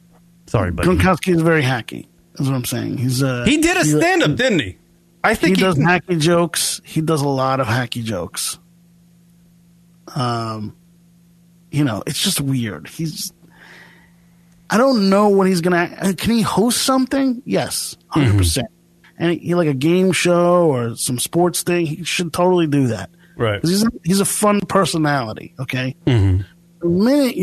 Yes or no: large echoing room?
no